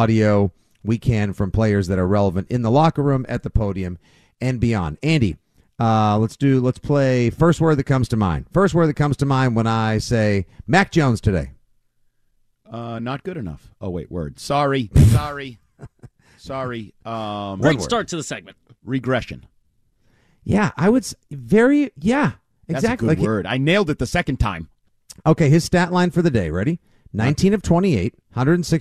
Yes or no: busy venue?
no